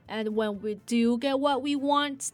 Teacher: So when we read this part, you should stress do this word because it's emphasizing, right? And since this part is an assumption, the intonation goes up a little.